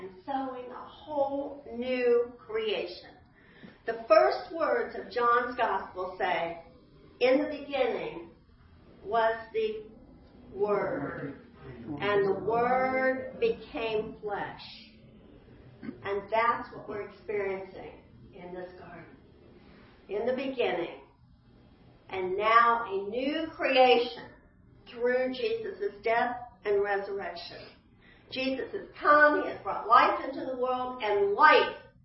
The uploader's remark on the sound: Easter 9AM Service. Sermons preached at Church of the Good Shepherd, Maitland, Florida.